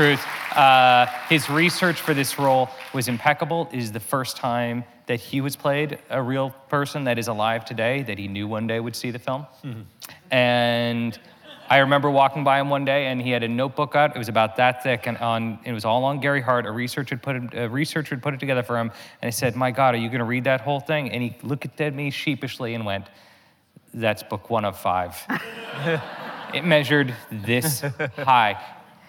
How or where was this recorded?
live audience